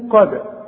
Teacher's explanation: الدالة اهي بنقلقلها علشان الشرط بتاعها السكون